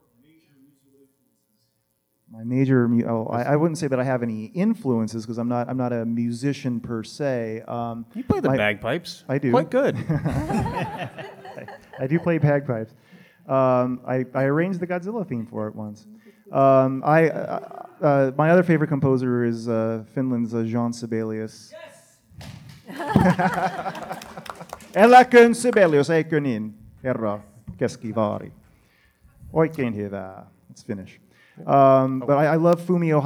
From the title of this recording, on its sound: Live at G-Fest 2019